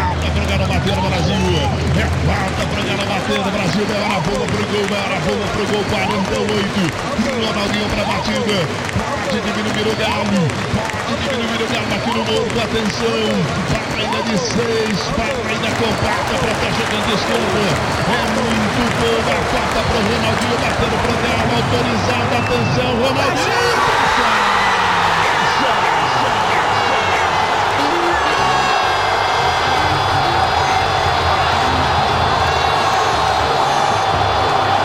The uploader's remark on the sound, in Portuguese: Durante partidas do Clube Atlético Mineiro. A peça foi produzida por meio da sncronização, looping, edição e mixagem de 4 gravações de campo – uma da narração de readio da partida e três gravações realizadas em diferentes setores das arquibancadas.